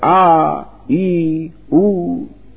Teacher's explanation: when you take twice the time to pronounce a long vowel, like a, e, u, then it is two matras